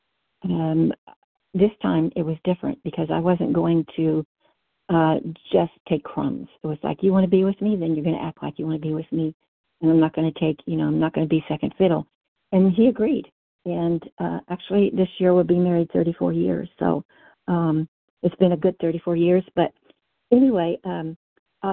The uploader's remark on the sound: 100 Pounders Phone Meeting